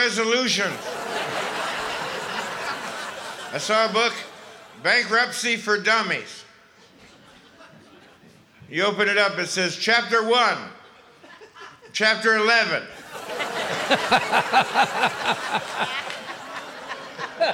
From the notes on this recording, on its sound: Live at the South Point Casino